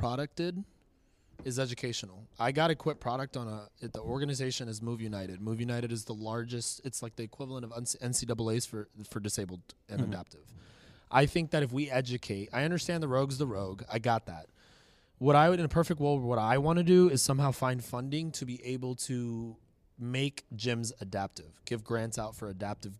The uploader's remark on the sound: LIVE from the CrossFit Games